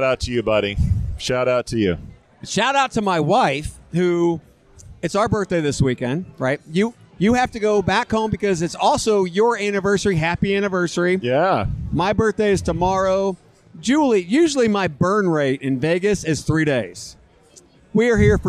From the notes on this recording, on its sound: Vegas, baby! Live from the Lobby Bar!